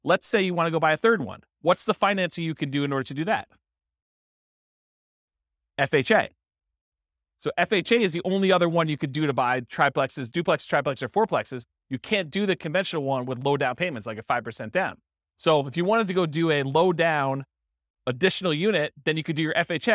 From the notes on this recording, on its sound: This was a live class recorded